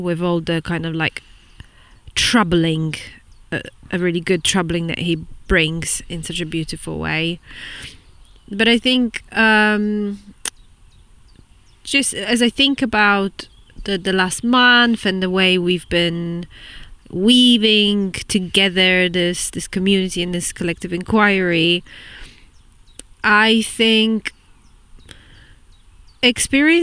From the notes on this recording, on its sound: Recorded in a meadow in Somerset at sunset on a very dry June day